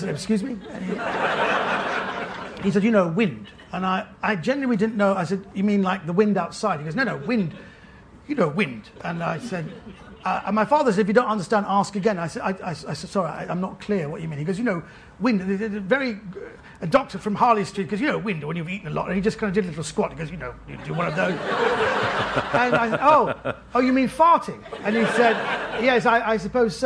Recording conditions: live audience